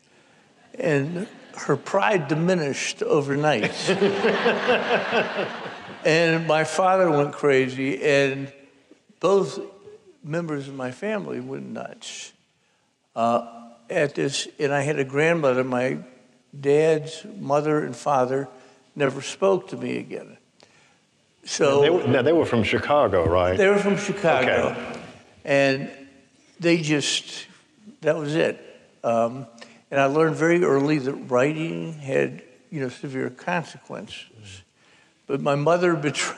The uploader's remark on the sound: The conversation was recorded before an audience of over 2000, at Columbia’s Township Auditorium, on the evening of February 27.